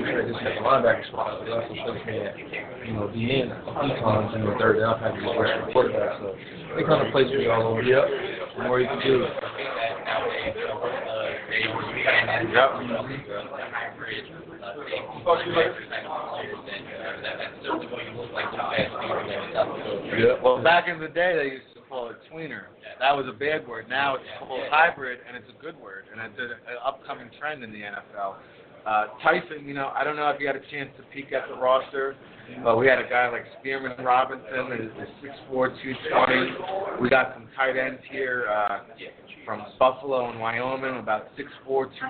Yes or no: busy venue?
yes